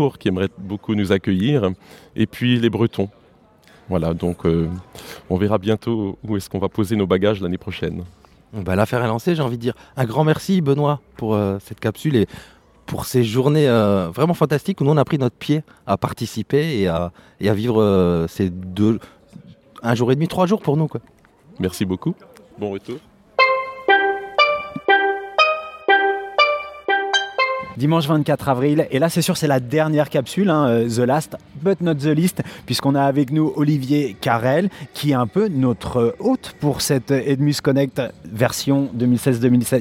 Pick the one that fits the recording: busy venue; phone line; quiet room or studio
busy venue